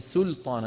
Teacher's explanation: السين واللام مرققتين والطاء مفخمة